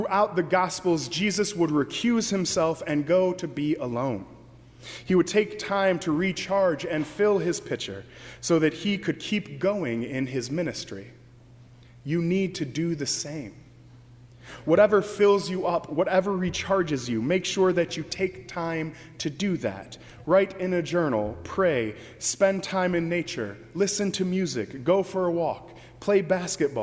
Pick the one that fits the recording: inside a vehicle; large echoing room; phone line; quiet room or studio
large echoing room